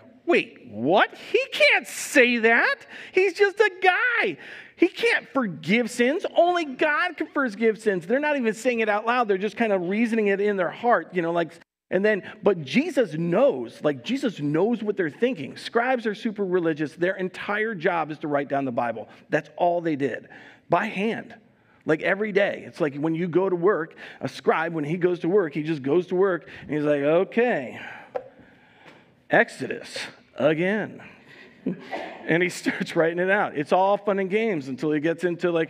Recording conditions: live audience